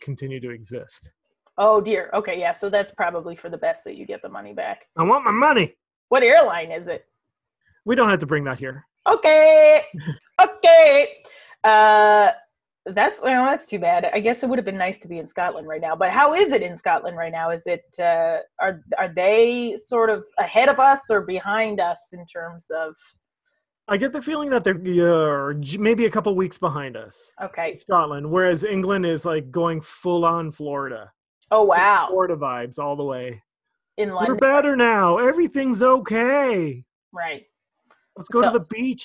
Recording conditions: video call